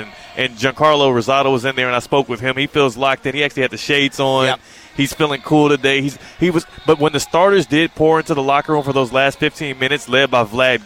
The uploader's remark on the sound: LIVE from NRG Stadium in Houston